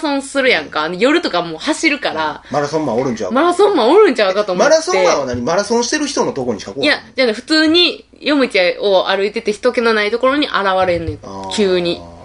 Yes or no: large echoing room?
no